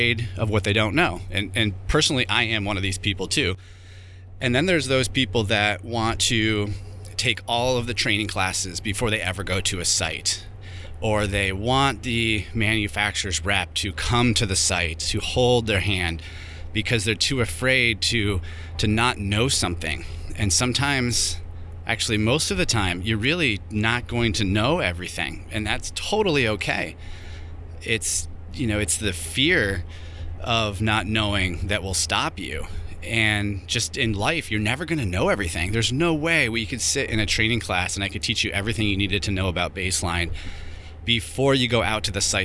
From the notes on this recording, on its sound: Here I am in the truck driving to work. There had a little trouble getting this mic connected up this morning.